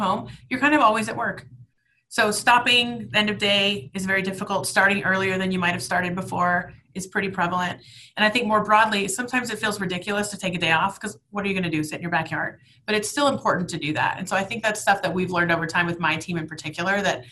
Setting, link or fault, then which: link, video call